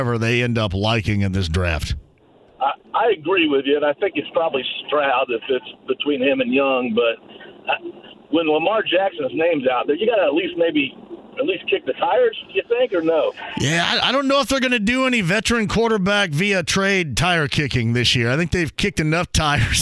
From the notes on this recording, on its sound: Opening up the phone lines to talk to some listeners! Opens up the phone line again as listeners call. Continuing to take some calls from listeners.